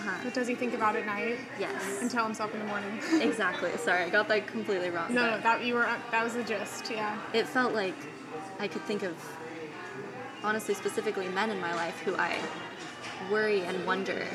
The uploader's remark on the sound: Unfortunately, the audio turned out a bit shabby in this episode. The sound of the espresso maker, neighboring chit chat, and overall coffee shop vibes.